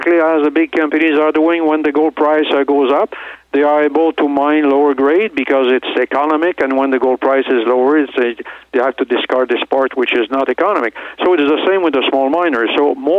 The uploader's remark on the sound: called in to SmallCapVoice